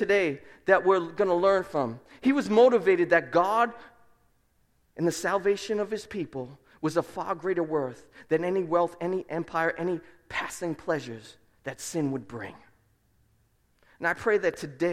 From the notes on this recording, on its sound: Preached at Restoration Road Church